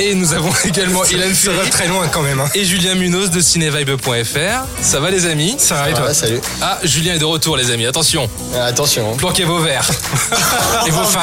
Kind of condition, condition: setting, busy venue